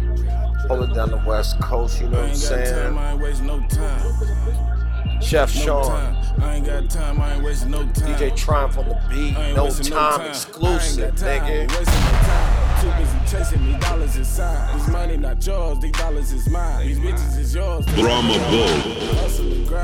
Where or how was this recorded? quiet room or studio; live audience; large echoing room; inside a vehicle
inside a vehicle